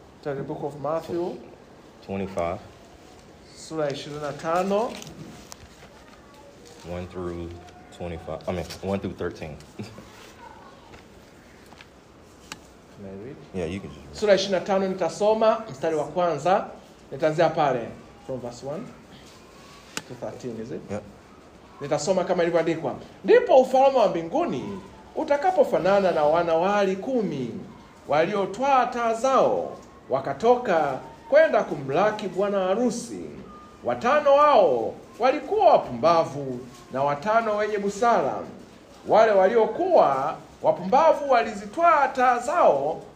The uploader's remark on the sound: Listen to this message that I preached at a local church in Zanzibar.